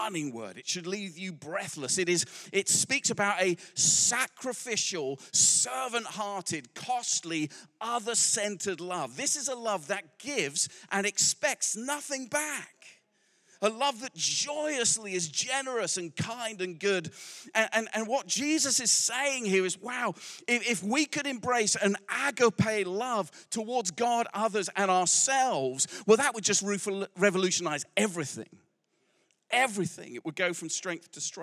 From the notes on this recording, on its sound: Recorded live at Life Church Lancashire on 8th October 2023